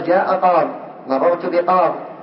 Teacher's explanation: الياء ساكنة والتنوين، والتنوين، فهنا حذفت الياء لالتقاء الساكنين